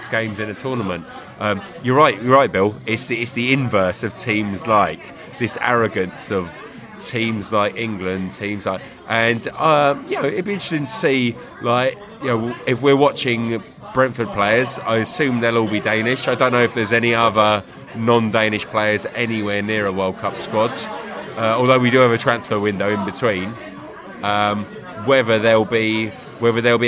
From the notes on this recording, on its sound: Cardiff-City pre-match podcast from the pub.